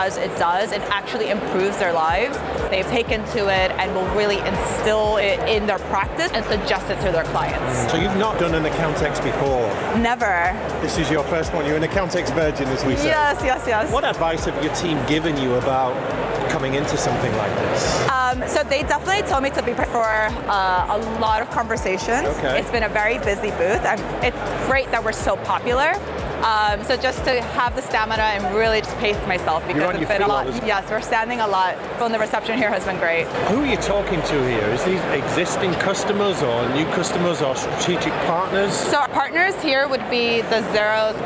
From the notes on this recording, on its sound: Live from Europe's Biggest Event 'Accountex'. A series of live interviews from Accountex 2022 in London recently. Enjoy the live buzz of the event!